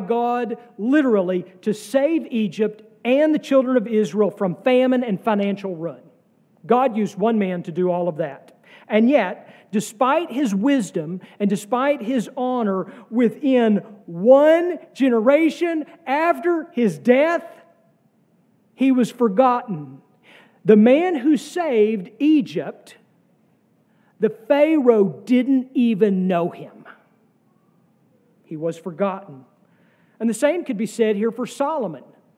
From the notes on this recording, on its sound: sermon from our worship service